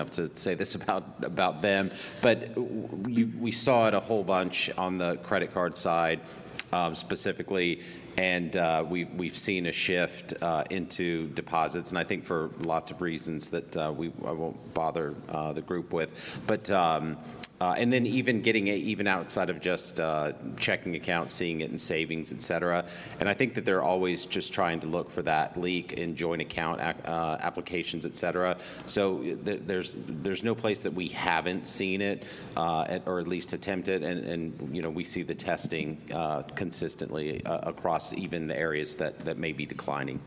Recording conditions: busy venue